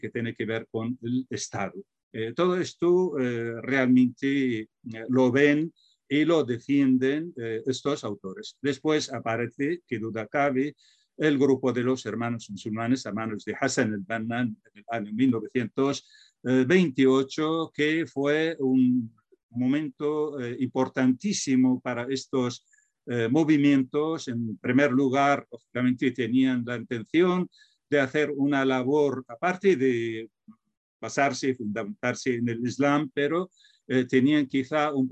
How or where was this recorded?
video call